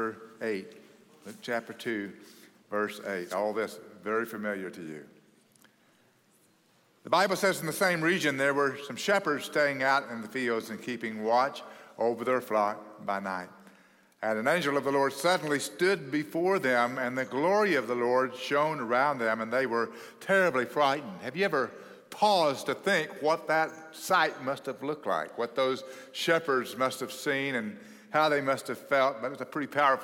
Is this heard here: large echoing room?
yes